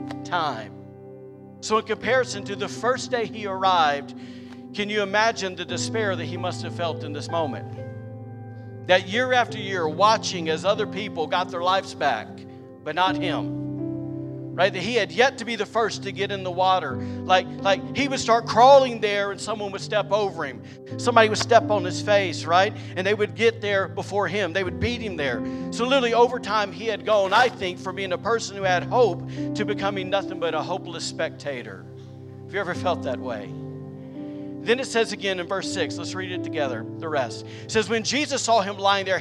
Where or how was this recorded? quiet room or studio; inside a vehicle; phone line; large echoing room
large echoing room